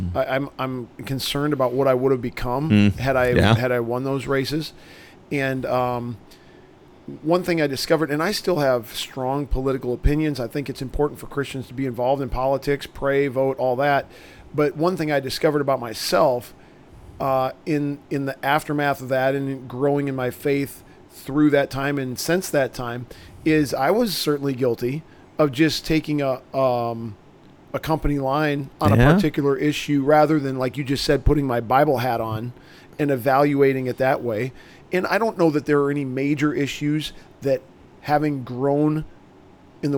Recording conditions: busy venue